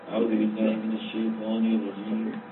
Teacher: عم يضغط على أنفه فعم يطلع صوت الألف مخلوط بغنى